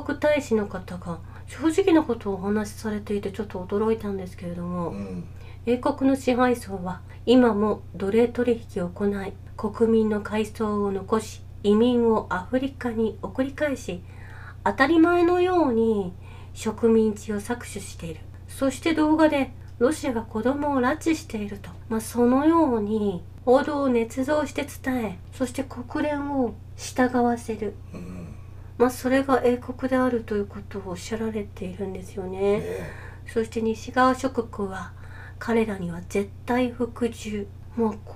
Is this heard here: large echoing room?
no